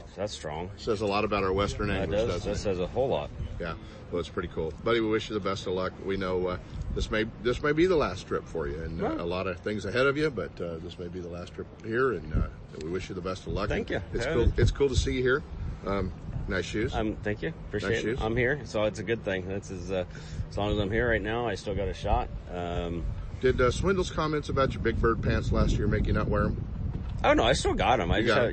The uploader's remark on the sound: Live From Bassmaster Classic in Knoxville TN